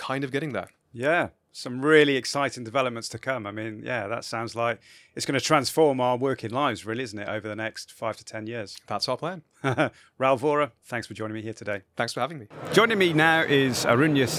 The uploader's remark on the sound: Slush, Helsinki. The first of three episodes recorded at Slush in Helsinki, that we produced in partnership with Remote, the global HR platform, where we recorded a series of interviews from Remote's booth with a number of the speakers and attendees.